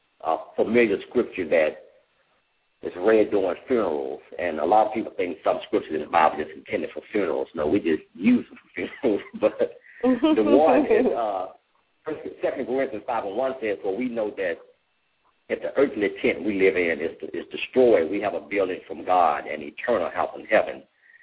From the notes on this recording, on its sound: LML uses a progressive live call in format.